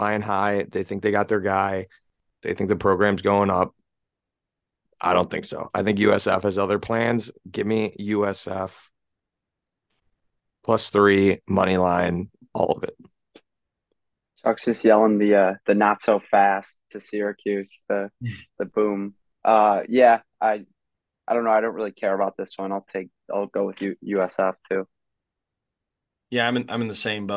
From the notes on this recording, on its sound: Technical Difficulties here with the cut-off